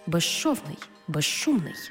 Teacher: свистячий з плюс шиплячий ш всередині слова разом вимовляємо як ж-ши · Term: уподібнення